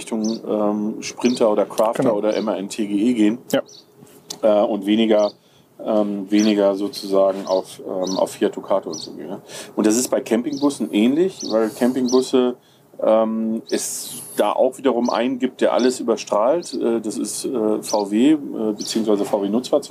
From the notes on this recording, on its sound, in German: Vogelgezwitscher und Kaninchen, die im Hintergrund über die Wiese hoppeln. An der Mosel sitzen, haben sie diese Folge des Campingpodcasts „Vans & Friends“ aufgenommen.